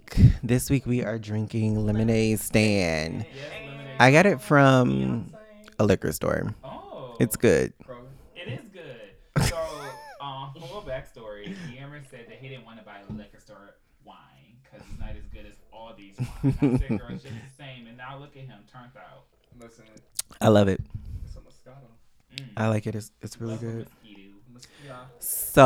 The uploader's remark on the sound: DISCLAIMER WE HAD STUDIO ISSUES. When you come to the fallout there is always technical difficulties.